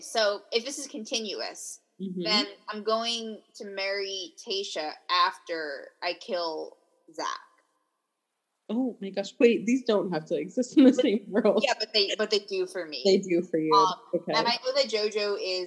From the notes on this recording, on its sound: We apologize for the spotty audio here. Neither of us have microphones.